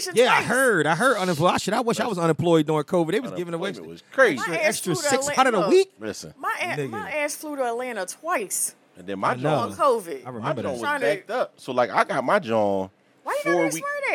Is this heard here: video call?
no